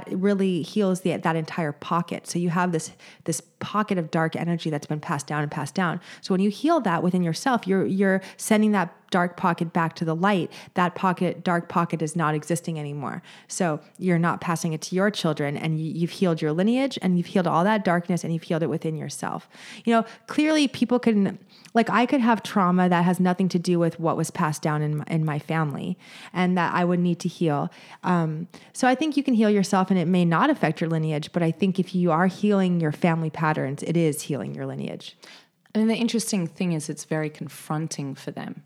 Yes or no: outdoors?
no